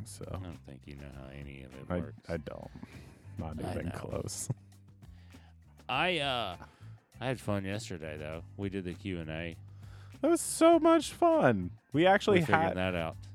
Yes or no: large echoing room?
no